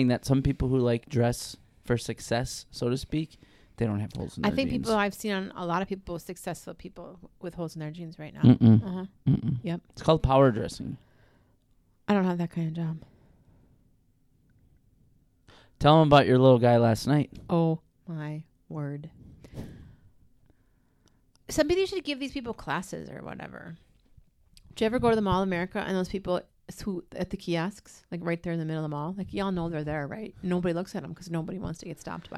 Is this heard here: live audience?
no